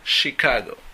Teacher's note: No es Chicago, sino es Chicago. La CH en esta palabra se pronuncia como sh.